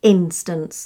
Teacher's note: putting the emphasis on the I, the I in the first syllable. Instance, not on the consonant sounds.